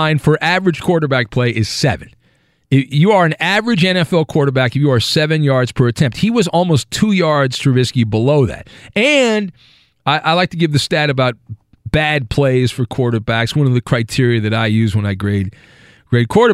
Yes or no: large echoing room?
no